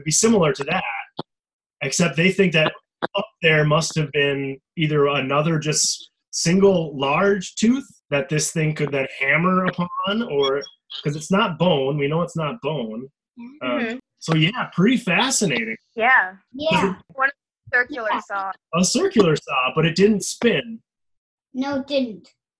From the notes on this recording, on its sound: our first ever Prehistoric Podcast had to be recorded via videochat